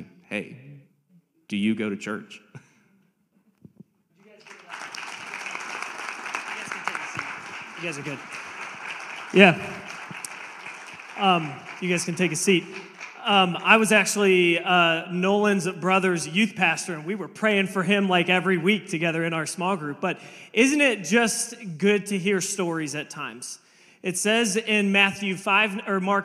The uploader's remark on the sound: We have a panel of people from all walks of life. This message was preached on March 12, 2023 at FIVE39 Church.